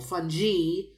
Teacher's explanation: there are pronunciations where the emphasis is in the latter syllable